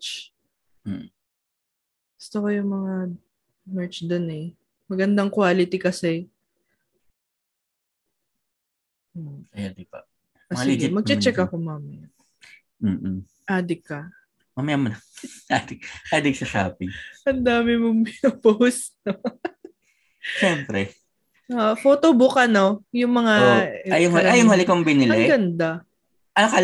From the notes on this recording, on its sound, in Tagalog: Pagkapasok namin sa zoom meeting